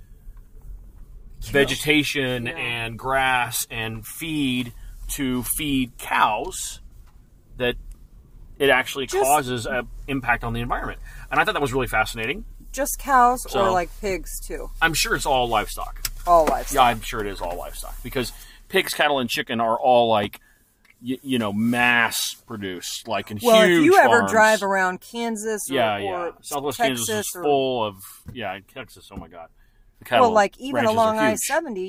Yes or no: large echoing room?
no